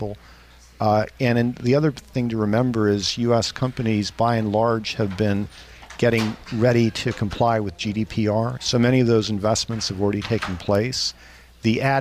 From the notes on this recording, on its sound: Broadcasting live from Bloomberg’s Government Next.2018 conference in Washington DC.